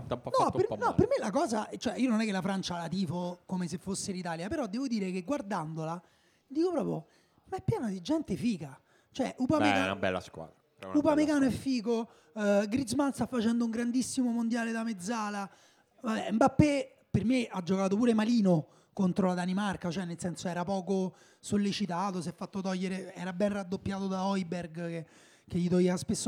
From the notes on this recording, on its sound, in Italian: Dal vivo in mezzo a voi